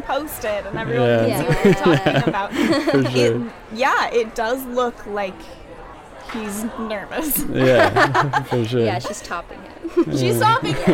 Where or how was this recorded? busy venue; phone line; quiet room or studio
busy venue